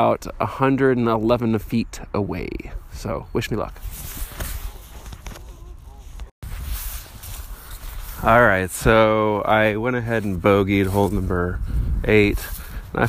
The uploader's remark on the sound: Walking through the mud at English Landing DGC in Parkville, MO